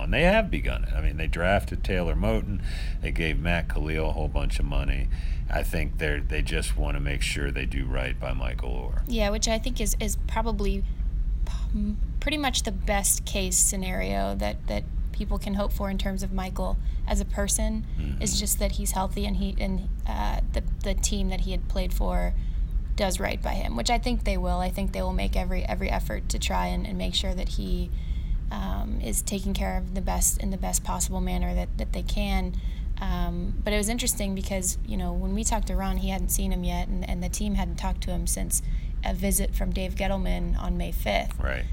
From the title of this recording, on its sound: Live from Carolina Panthers' minicamp